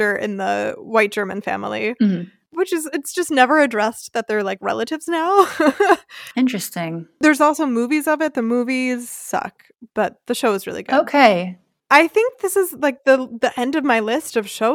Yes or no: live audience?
no